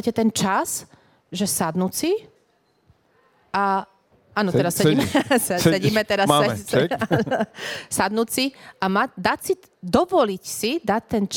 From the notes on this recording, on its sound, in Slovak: Podcastu Život na MAXIMUM, v ktorom sa aktívne zapojilo aj publikum.